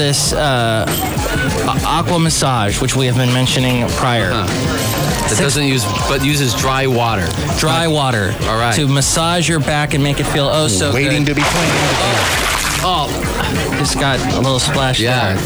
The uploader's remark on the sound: podcasts live from Cafe Anyway